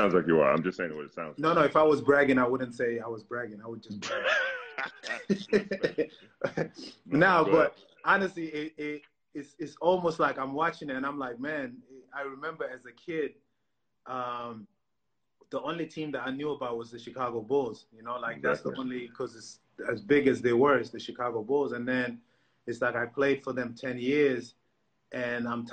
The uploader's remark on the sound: Answered questions from fans.